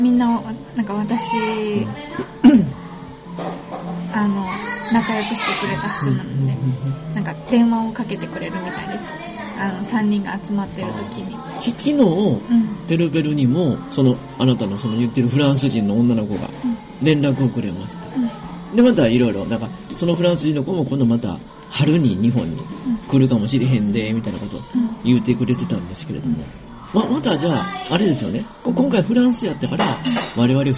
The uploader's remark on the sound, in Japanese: フジオフード系列のピノキオで収録。